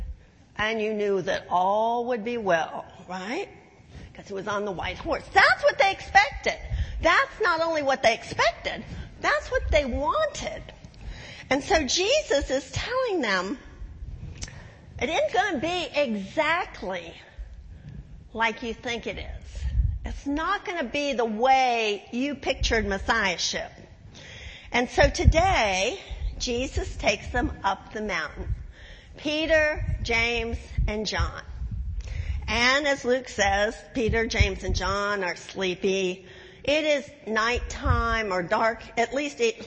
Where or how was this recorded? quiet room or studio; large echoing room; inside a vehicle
large echoing room